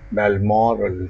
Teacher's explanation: with bat vowel, stressed box vowel, and finish with the last vowel as in father. Stress pattern, didadi.